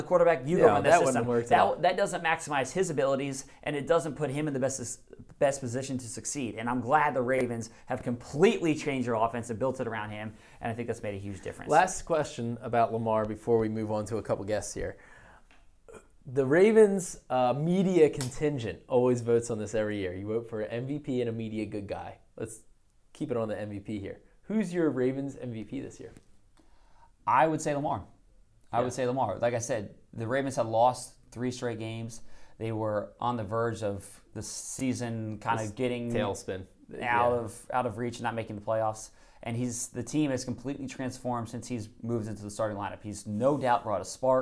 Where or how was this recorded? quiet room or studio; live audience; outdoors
quiet room or studio